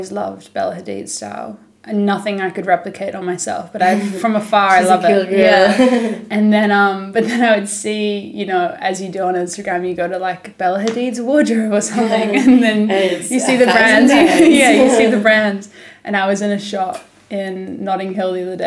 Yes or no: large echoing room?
no